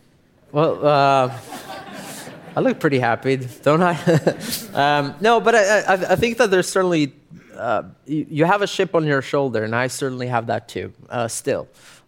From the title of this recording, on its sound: Live podcast